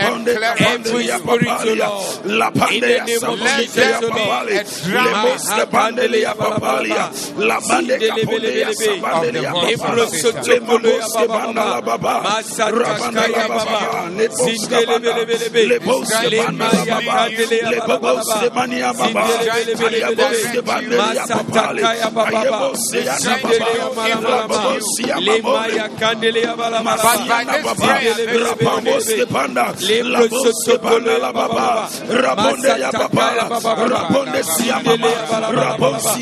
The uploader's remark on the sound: Preached at the Zeloo Service 16072023